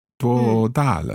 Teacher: So there was a first tone, then a fourth tone there.